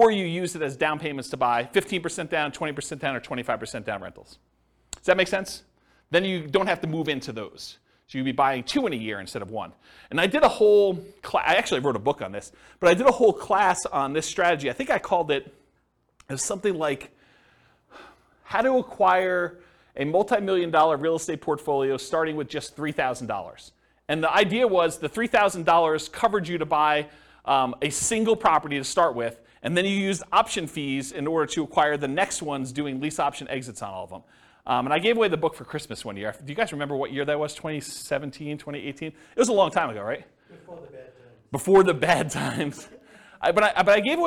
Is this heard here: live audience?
yes